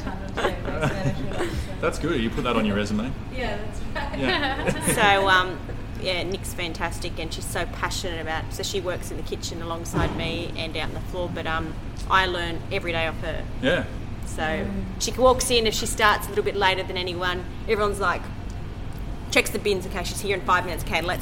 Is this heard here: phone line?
no